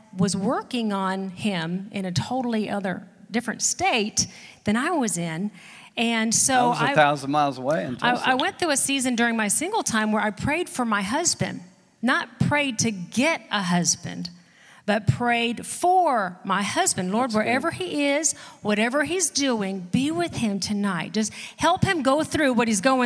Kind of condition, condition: setting, large echoing room